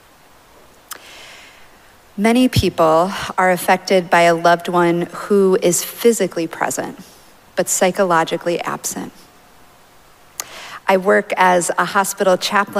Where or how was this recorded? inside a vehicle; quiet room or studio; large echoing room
large echoing room